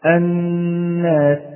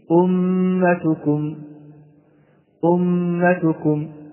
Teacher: تكون هذه الغنة كما علمنا أنها تخرج من الأنف أو من الخشوم، فنقوم بغني هذا الحرف غنة مقدارها حركتان، حركتان. الحركة تكون مقدارها قبض الإصبع أو دفته. · Term: حرف الغنة المشدد